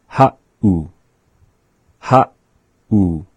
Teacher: the 7 in the written word ha'u is representing that pause right after the vowel a and before the vowel u · Term: the pause